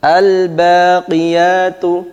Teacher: lamnya jelas. Lam sukunya dibaca izhar.